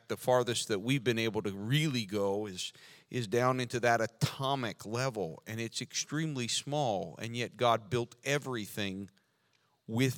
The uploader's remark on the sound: This sermon was recorded live on August 28th, 2022 at Newark United Pentecostal Church.